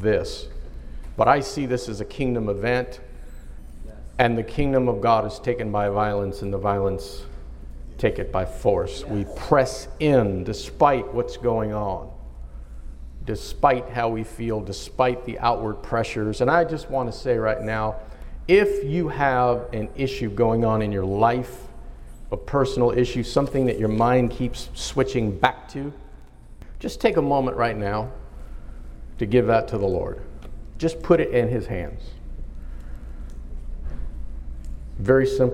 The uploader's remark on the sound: in a live conference